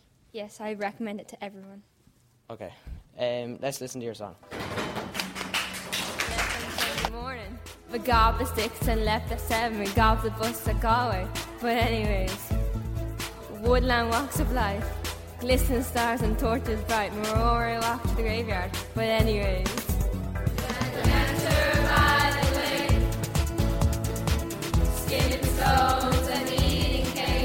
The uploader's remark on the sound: live from the biggest secondary school in Ireland - Gorey Community School